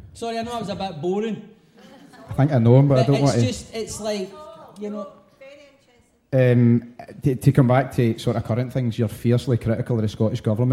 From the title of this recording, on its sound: Live at St Luke’s